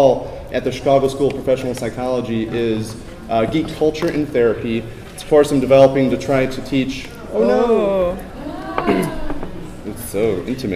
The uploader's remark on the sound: Geek Therapy at SDCC 2013